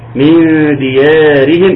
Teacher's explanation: اخفاء ومعه غنة ومقدار حركتين